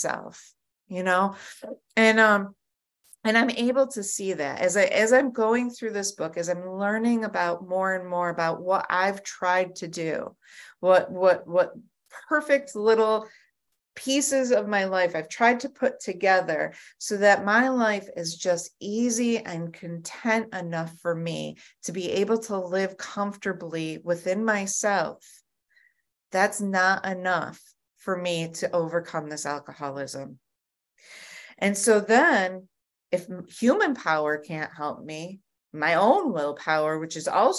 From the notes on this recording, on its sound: at the Grace Group Zoom Series in Hattiesburg, MS.